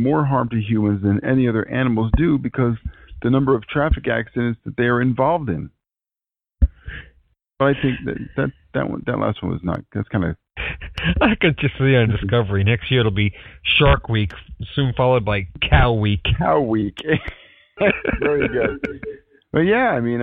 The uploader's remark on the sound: We tried a live broadcast through TalkShoe and will not do that again.